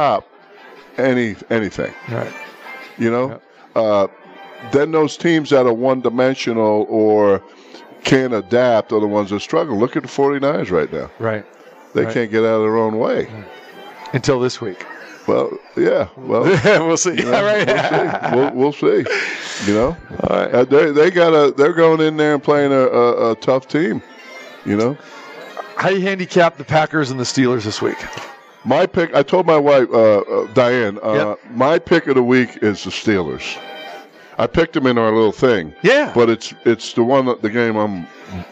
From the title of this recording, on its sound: Live from the Super Book at Westgate Las Vegas